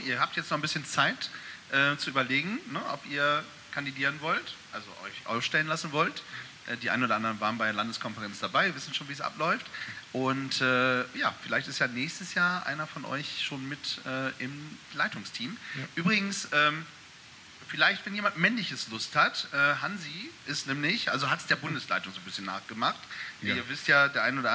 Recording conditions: live audience